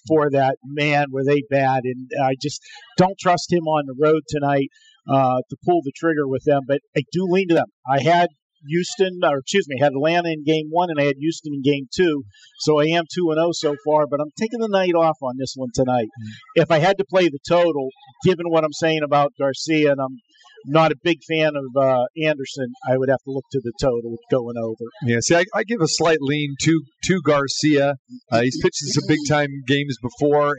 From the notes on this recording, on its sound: Live from The Cosmopolitan of Las Vegas